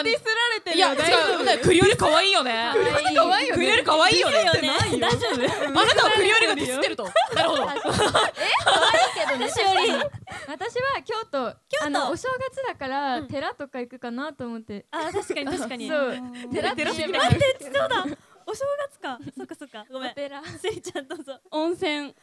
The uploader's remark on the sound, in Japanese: BPMの主催ライブイベント「どどっとドットvol.14」で行った公開収録パートの模様もお楽しみ頂けます。